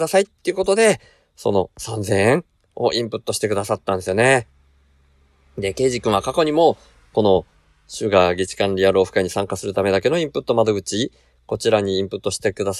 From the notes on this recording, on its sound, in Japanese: 車で下道だけで大阪行き初日～休憩中の車中で収録～。車を停めて休憩している時に収録しました。